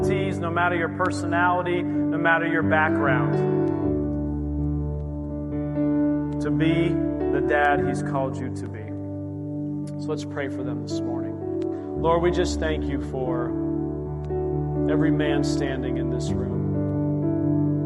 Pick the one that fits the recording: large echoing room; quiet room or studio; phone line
large echoing room